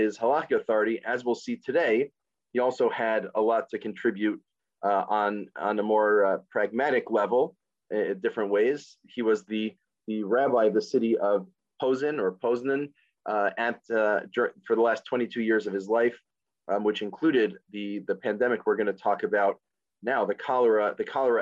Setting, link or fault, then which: link, video call